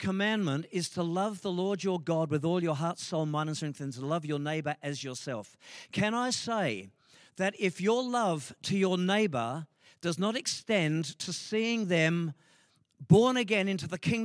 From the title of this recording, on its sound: LIVE at Echo Church